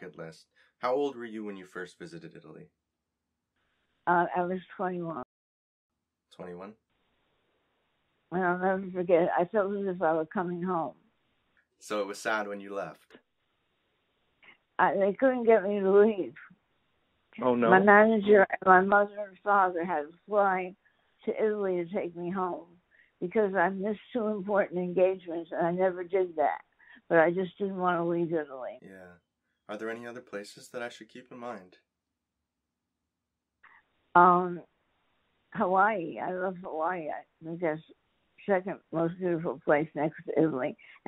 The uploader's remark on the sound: joins me over the phone